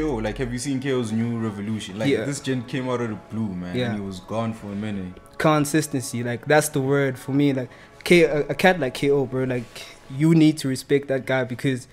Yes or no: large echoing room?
no